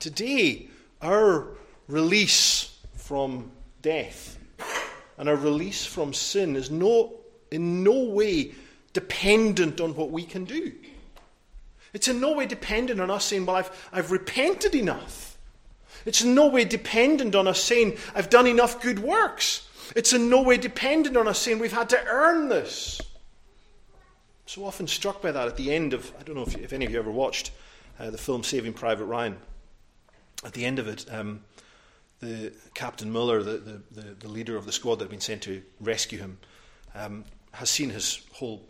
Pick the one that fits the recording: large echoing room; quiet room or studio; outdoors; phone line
large echoing room